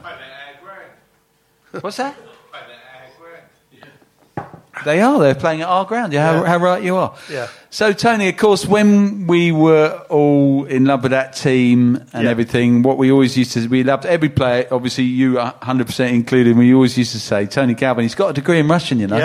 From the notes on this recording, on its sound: Recording live from the Albany on Great Portland St.